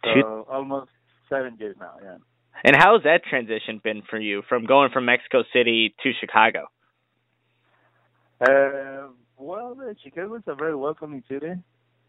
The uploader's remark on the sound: conducted a phone interview